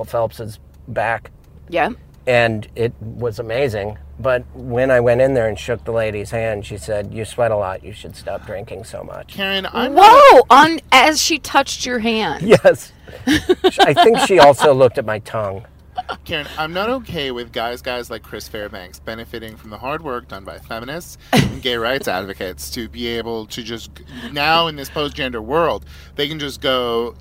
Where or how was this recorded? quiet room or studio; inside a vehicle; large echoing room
inside a vehicle